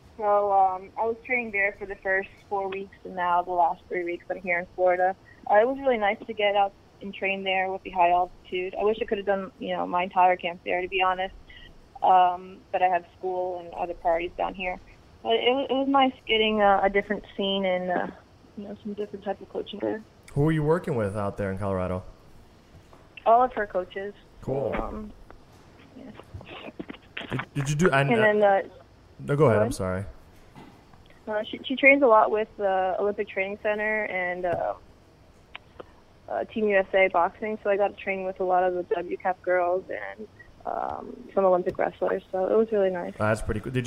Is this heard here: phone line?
yes